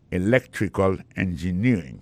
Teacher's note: Ça veut dire accent tombé dans electrical là, tombé sur deuxième syllabe là.